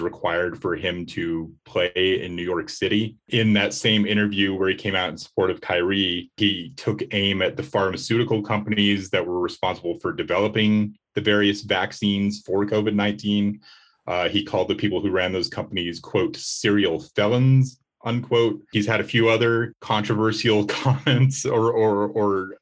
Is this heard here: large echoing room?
no